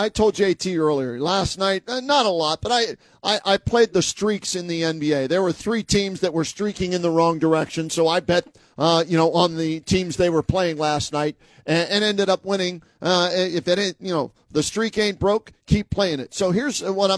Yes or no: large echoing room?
no